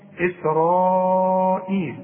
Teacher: فإسرائيل لازم تمدها أربع حركات وتقول إسرائيل، خلاص.